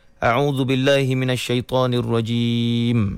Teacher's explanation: Namun begitu, Ustaz perasan pada peringkat awalnya tu, a'udzu billahi minasyaitonir rajim, ya. Mim yang dimatikan pada ar-rajim dengung, ya. Tetapi tadi perasan macam di akhir hujung mim tersebut ada angin yang keluar dari hidung.